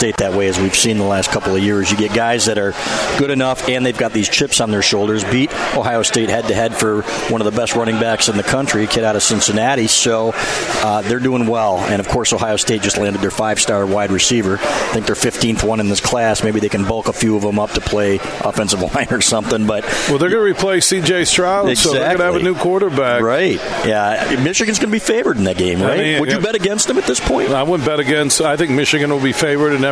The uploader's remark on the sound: Today we're broadcasting live from Draft Kings Sports and Social in Troy Michigan